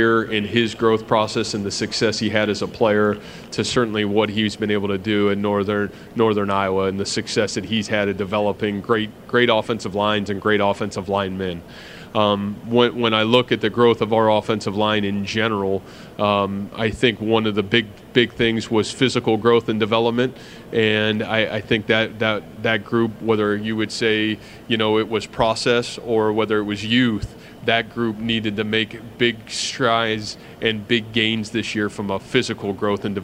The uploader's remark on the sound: press conference at Big 12 Football Media Days